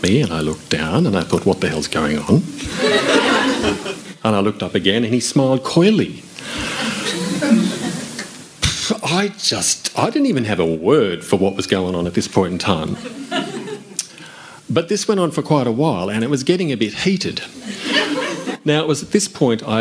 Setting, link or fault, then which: setting, live audience